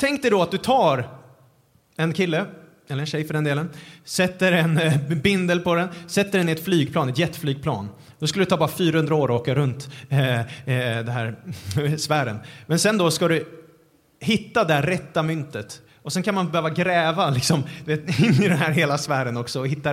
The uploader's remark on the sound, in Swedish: Vi höll en livepodd på Livets Ords Youth Conference den 2 November 2023.